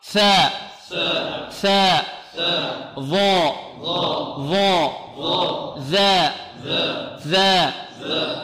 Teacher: ثلاثة حروف تخرج من طرف اللسان مع طرف الثنايا العليا